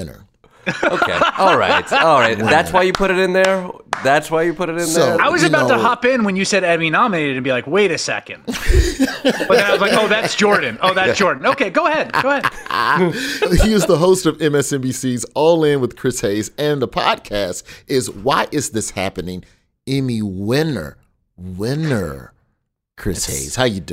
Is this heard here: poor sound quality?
no